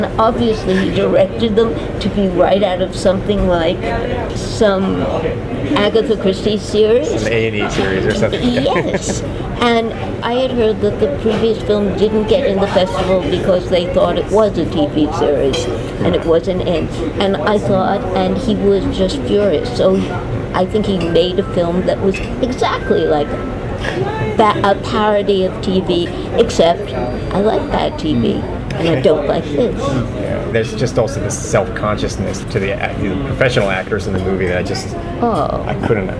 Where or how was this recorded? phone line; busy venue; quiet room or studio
busy venue